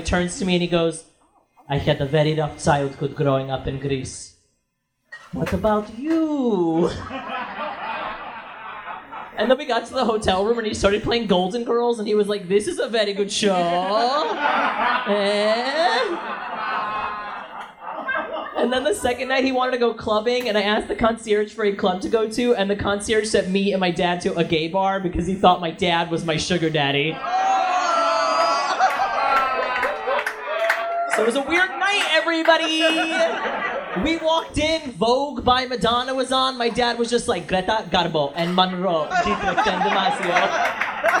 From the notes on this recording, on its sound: Recorded live at the historic Stonewall Inn in Greenwich Village.